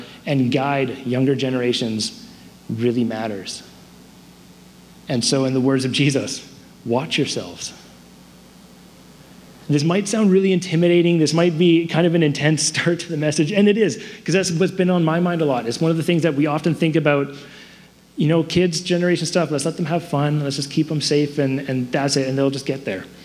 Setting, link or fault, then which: setting, large echoing room